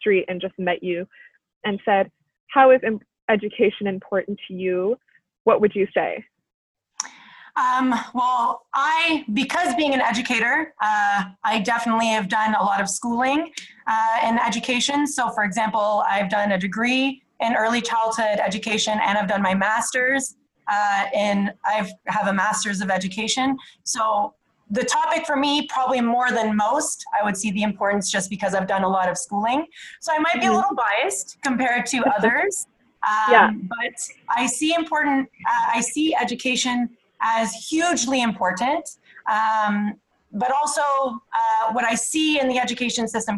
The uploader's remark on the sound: Our Day Off (ZOOM-edition).